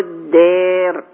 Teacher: وترقق الراء. يعني نمدها ونقللها. طبعا التقليل ده شرط فيها لانها بعدها راء متطرفة مكسورة ملاش دعوة بالمد.